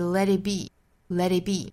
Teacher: 后面的 let it be 跟英式发法是有差别的地方呢，就是美音会把它发成一个弹舌音